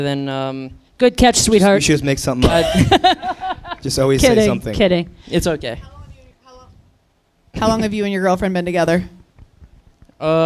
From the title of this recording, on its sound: LIVE IN CLEVELAND